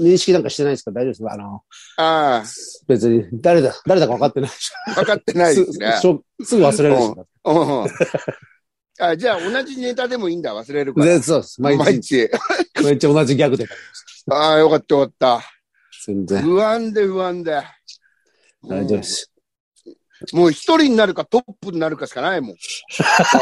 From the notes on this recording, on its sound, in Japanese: ZOOMで収録